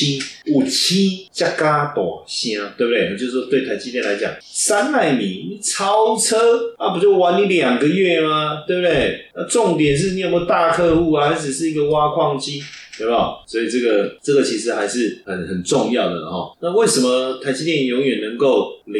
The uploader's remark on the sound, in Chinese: 本集錄製設備故障聲音品質不佳再請見諒。